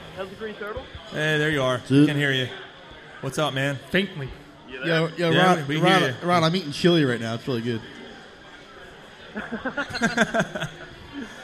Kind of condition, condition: setting, busy venue